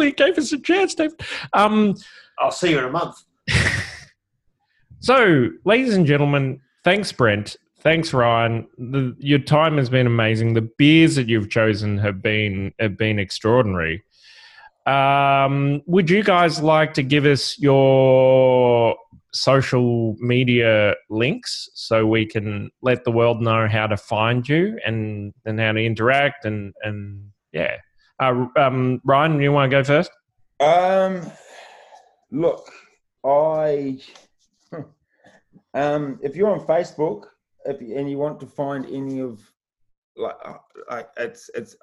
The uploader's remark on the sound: into the coolroom zoom room